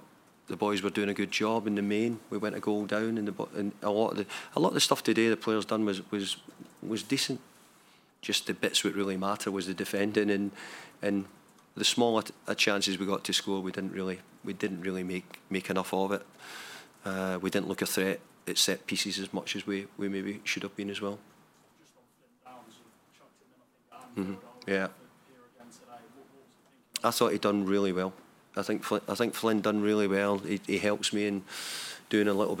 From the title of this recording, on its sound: post-match press conference